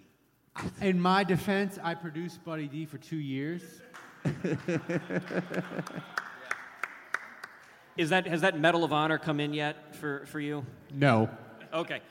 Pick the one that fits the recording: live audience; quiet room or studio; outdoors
live audience